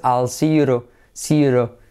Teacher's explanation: Esa T, como va precedida del sonido vocálico, otra vez se convierte en semiclave R suave.